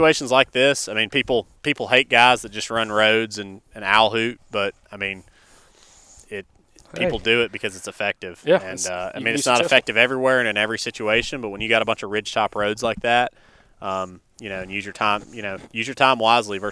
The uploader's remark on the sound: Live from Turkey Camp